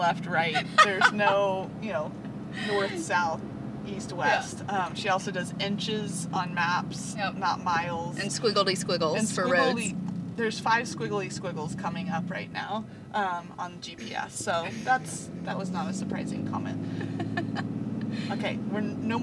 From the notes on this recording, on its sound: We apologize for the background hum! We won't do anymore podcast in the car!